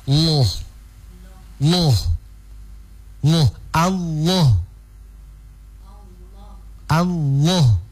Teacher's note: Cara menebalkan lamnya dinaikkan pangkal lidahnya · Term: lamnya ditebalkan